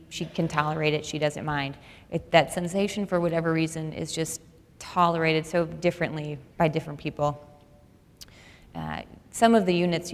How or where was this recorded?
live audience